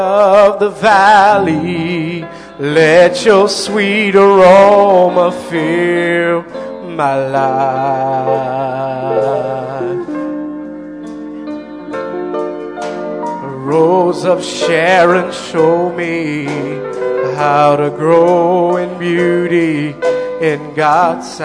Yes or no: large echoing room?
yes